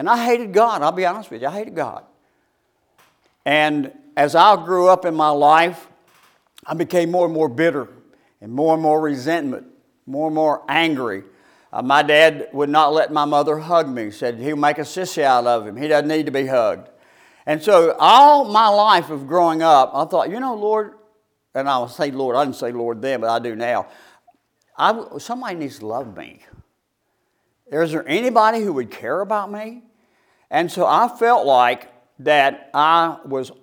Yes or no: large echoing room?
yes